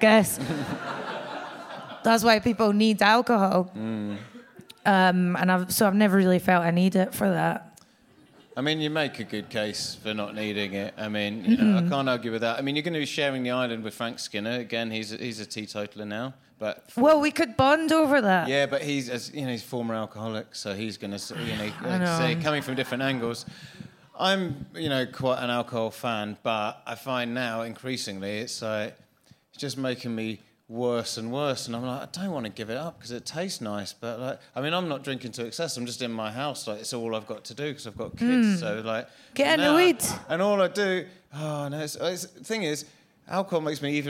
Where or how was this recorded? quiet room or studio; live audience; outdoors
live audience